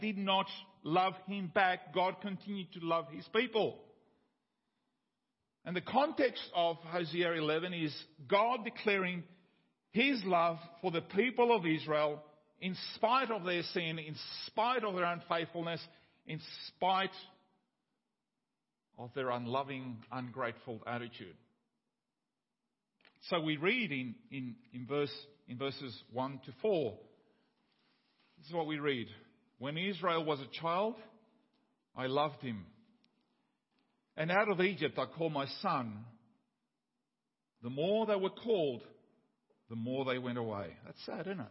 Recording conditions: large echoing room